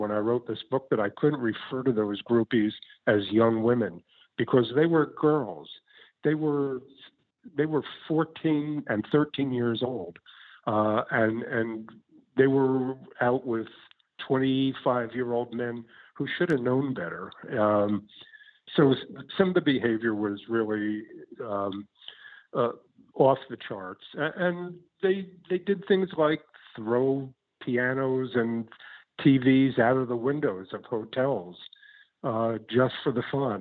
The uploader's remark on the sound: via internet phone